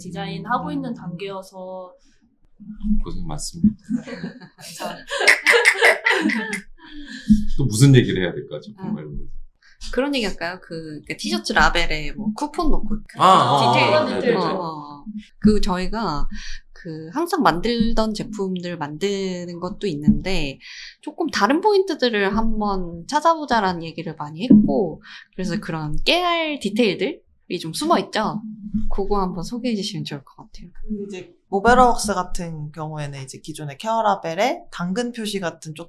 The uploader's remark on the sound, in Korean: 마이크 음질이 고르지 못한 점 양해부탁드립니다.